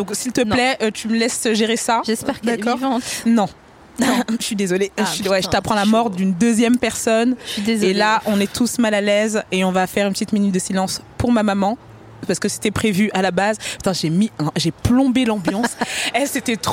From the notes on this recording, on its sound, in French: Produit par Binge Audio. Enregistré le 27 août 2020 à la Villette.